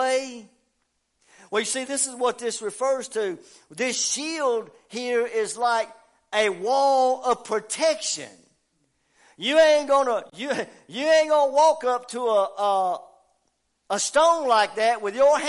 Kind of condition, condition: setting, large echoing room